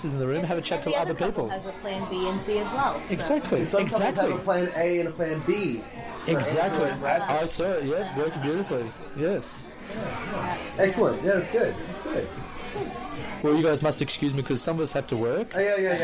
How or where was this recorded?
busy venue